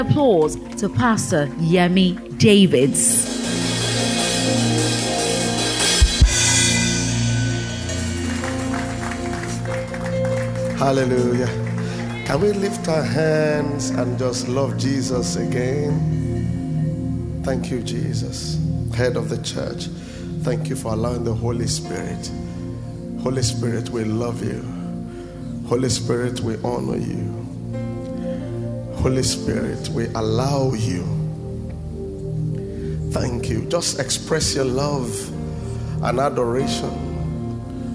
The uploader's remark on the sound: At Gracemade Christian Center's first-ever Grace Conference, celebrating the church's 5th Anniversary.